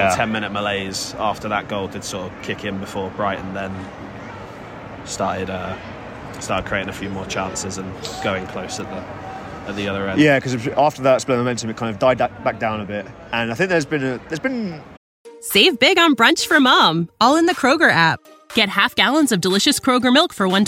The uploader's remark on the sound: From the Tottenham Hotspur Stadium